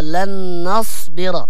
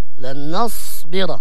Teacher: هنا النون مرققة لأنها مجاورة الصاد · Shown in: first take · فالإنسان لما يقرأ أحيانا يفخم النون مع الصاد هكذا، لن نصبر.